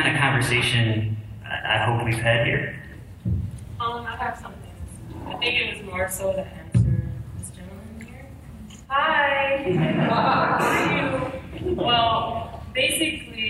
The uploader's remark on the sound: Here is another panel from this year’s San Diego Comic Con.